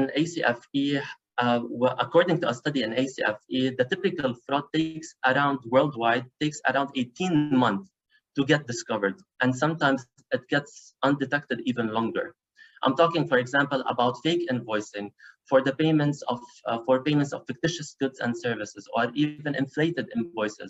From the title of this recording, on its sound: Live Webinar